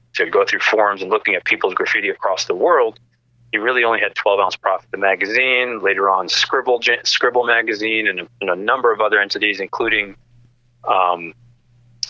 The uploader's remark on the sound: Our First Phone Call Chat